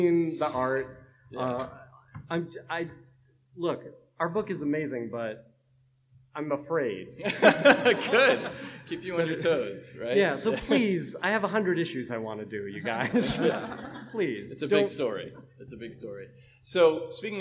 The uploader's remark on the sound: At San Diego Comic-Con International.